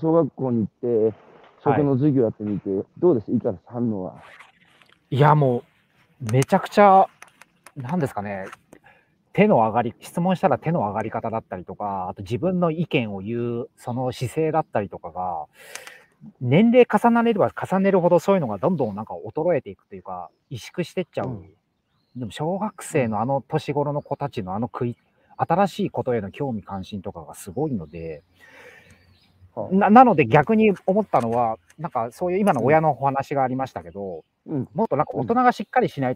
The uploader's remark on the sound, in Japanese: 歩きながら1時間、対談する